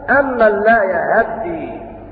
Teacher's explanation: وله وجه آخر وهو إتمام فتحة الهاء